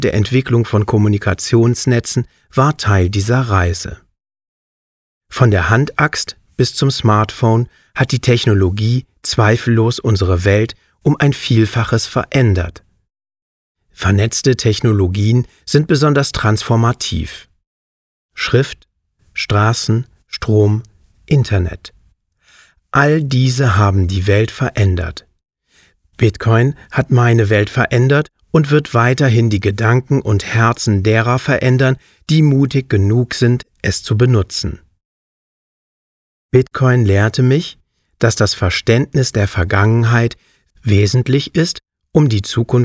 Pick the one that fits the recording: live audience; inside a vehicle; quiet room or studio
quiet room or studio